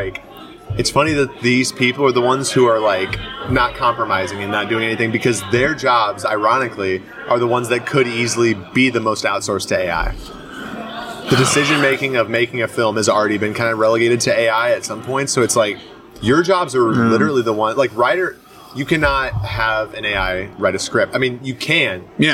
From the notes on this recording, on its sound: This episode is the second in a series of exclusive conversations that were recorded on site at the 16th Annual Iowa Independent Film Festival. This episode was also my first to be recorded outside! Specifically at 173 Craft Distillery in Clear Lake, IA.